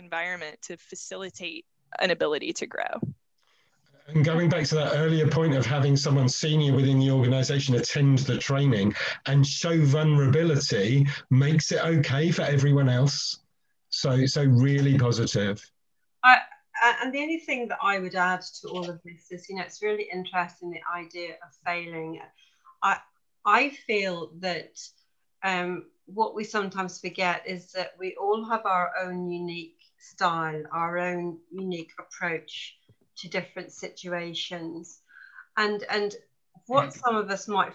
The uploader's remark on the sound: 2021 Series Webinar 4